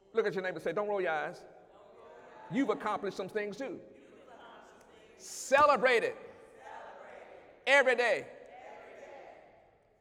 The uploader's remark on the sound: During Wednesday night service.